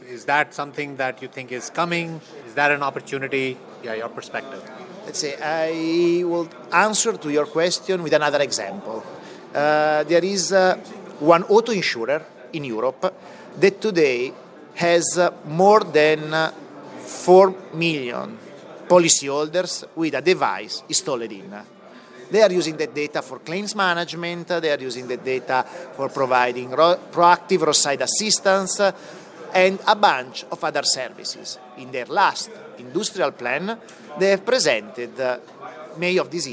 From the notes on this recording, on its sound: This interview was recorded at Connected Insurance event in Chicago.